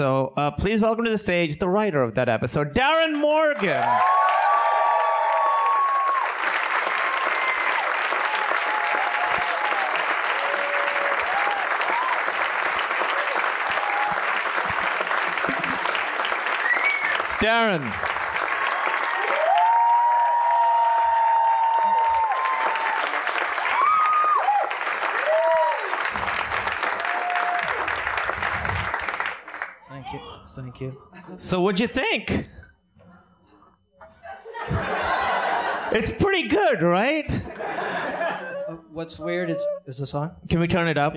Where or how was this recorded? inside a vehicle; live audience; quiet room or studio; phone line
live audience